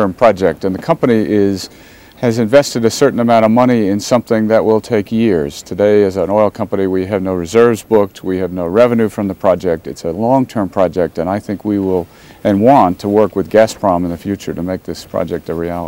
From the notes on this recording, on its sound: from The World Economic Forum Annual Meeting 2007 live from Davos, Switzerland